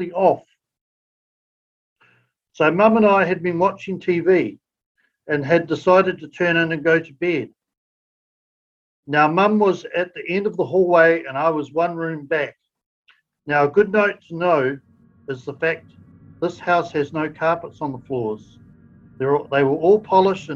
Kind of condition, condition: link, video call